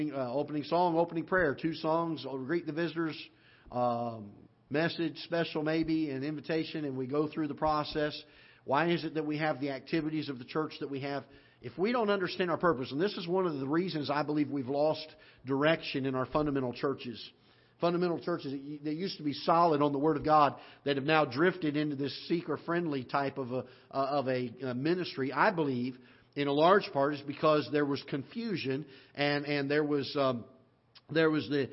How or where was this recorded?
large echoing room